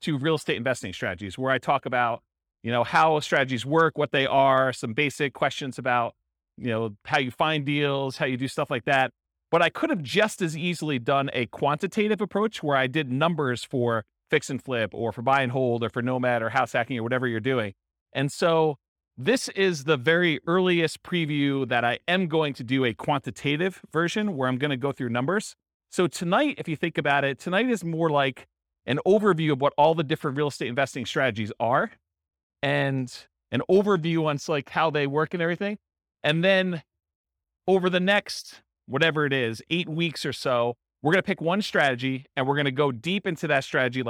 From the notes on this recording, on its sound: This was a live class recorded